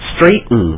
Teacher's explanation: you have T and N next to each other we just eat it · Term: glottal stop